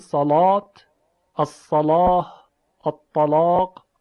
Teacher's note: یک حالتی در انتهای زبان پیش میاد که به طرف بالا و عقب کشیده میشه، و این انتهای زبان وقتی این حالت برآمدگی درش ایجاد بشه و حلقومی بشه صدا درشت میشه · Term: تفخیم